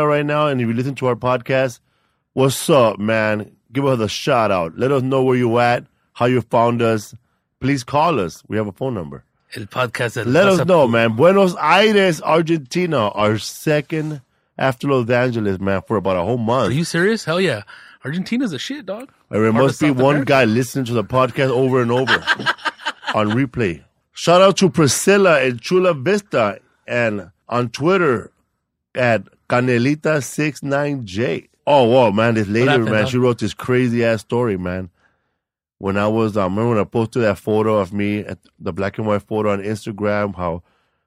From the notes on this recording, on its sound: We did another call-in show today.